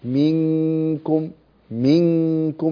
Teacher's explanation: في حالة الإخفاء يتجافى اللسان عن المخرج الذي يليه، عن مخرج الحرف، فإلا في القاف والكاف فلا بد أن يلتصق اللسان في مخرجه، في مخرج الكاف. فمثلا يقول منكم، لابد أن يلتصق الكاف في أقصى اللسان في مع الغنة عند الكاف. · Term: إخفاء حقيقي